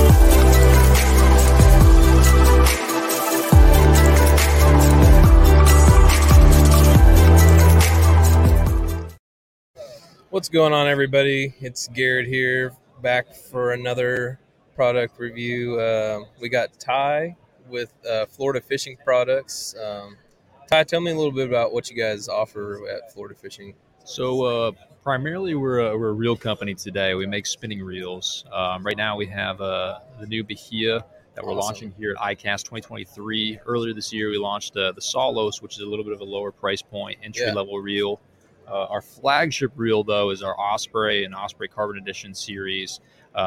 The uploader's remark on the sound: Live From ICast- Florida Fishing Products.